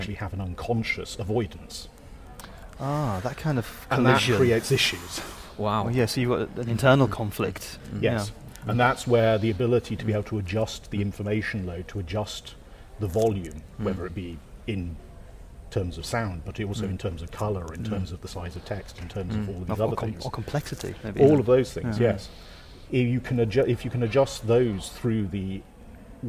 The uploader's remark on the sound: A triple set of interviews. Recorded at UXLx 2015.